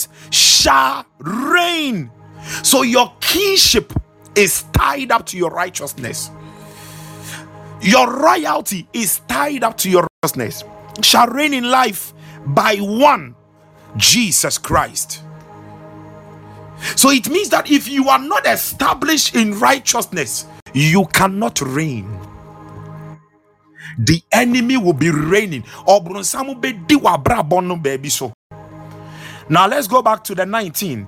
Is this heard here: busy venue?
no